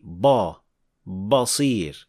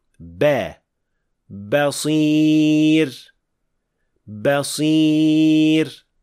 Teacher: Another mistake of the ba is pronouncing it as a heavy full mouth letter when it is followed by a heavy sound · Shown in: first take · Like in this word, basir, ba, We don't say ba, basir, but we should say ba, basir, basir.